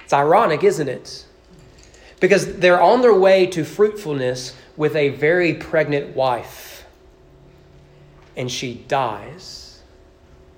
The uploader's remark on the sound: Sermon preached at East Frankfort Baptist Churh on Decembe 12, 2021 during morning worship.